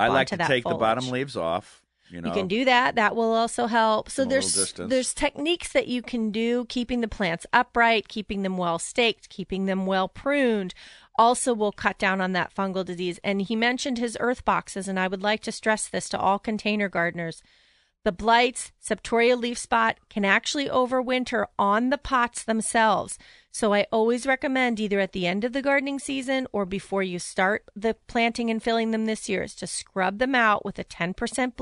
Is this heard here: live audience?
no